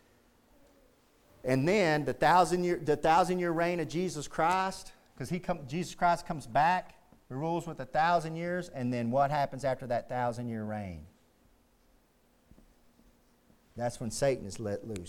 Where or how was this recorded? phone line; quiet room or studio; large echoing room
large echoing room